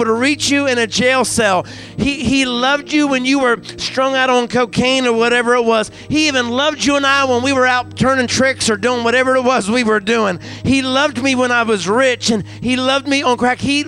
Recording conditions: large echoing room